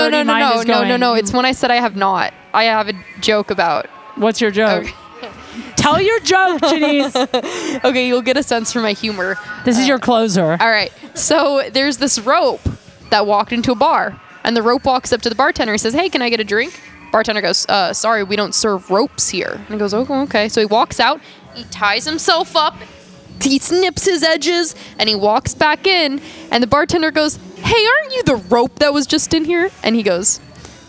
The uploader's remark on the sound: Live at Burton. Live on location at the Burton Snowboard's flagship store in Santa Monica, CA.